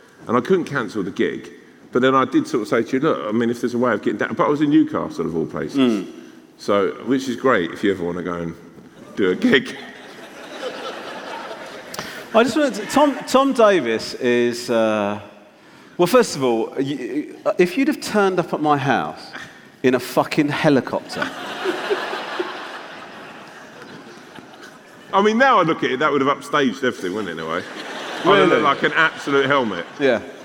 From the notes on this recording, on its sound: Live in London. At the Hammersmith Eventim Apollo.